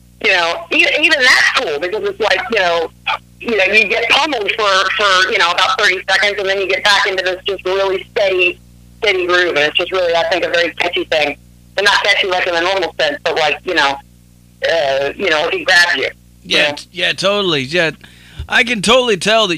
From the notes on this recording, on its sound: Called in live on The Zach Moonshine Show.